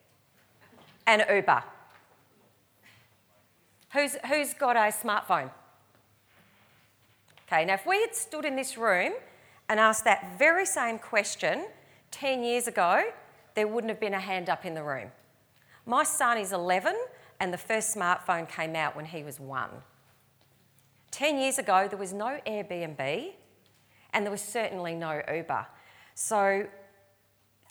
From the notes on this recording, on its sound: recorded live at REBar Camp 2018